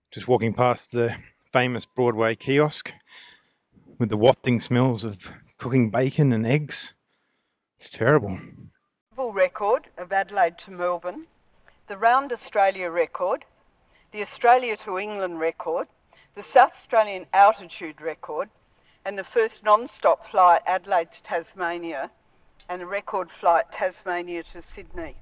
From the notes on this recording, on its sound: I was able to record a conversation while we drove